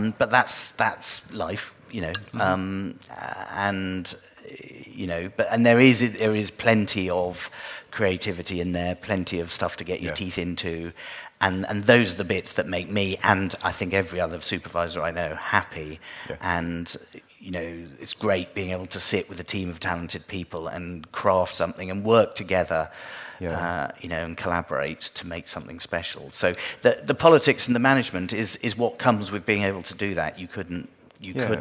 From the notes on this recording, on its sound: a stand alone episode we recorded 'live' from this year's FMX conference in Stuttgart, Germany.